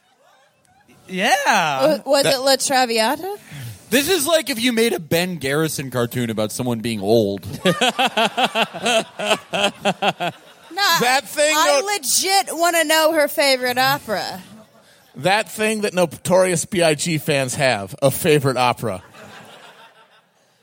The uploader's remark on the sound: In the end of our run of Live Shows. Three segments from our shows last night at the wonderful Cedar Cultural Center in Minneapolis, MN.